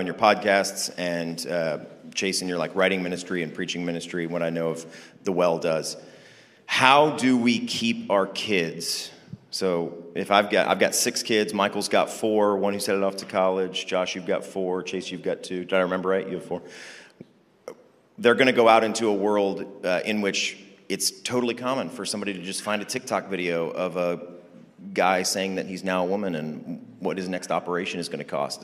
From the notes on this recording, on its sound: This episode was recorded like at the 2023 King's Domain Conference